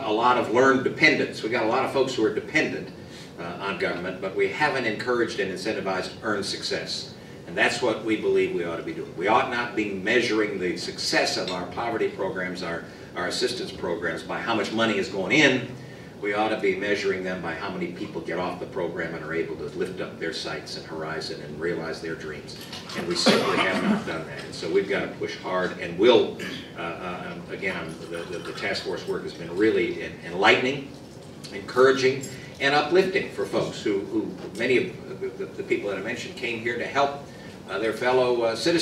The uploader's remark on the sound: WASHINGTON, DC. Remarks to a breakfast meeting of The Ripon Society.